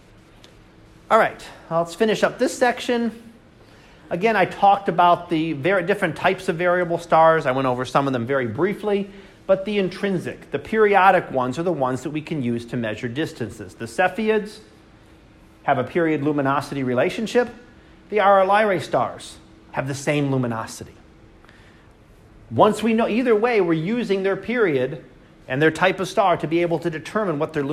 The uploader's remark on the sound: Live Class Lecture